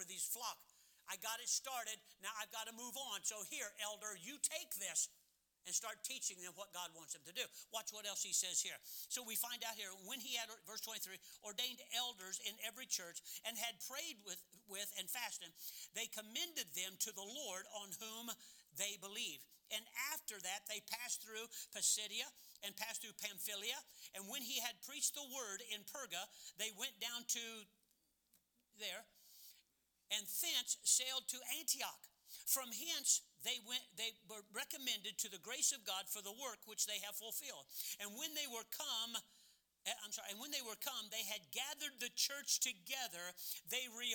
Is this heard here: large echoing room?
yes